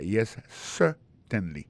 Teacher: gardez bien pour un mot certainly, accent tombé sur le premier syllabe là · Term: accent tonique